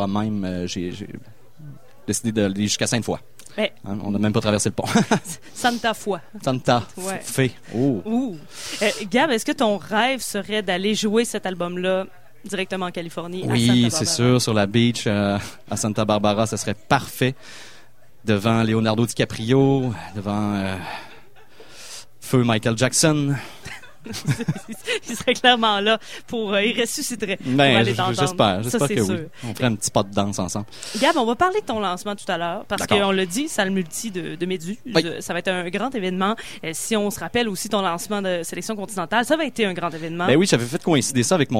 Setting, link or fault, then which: setting, busy venue